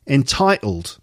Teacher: So the first T is pronounced, but the second T isn't. · Term: glottal stop